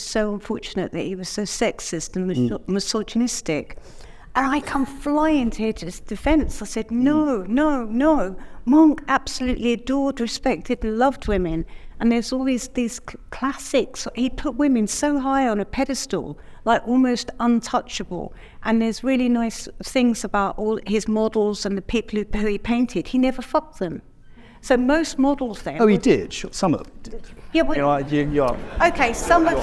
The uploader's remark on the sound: In this episode originally recorded at Sotheby’s in London.